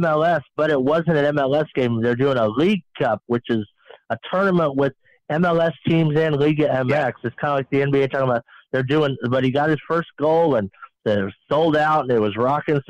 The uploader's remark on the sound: take your live calls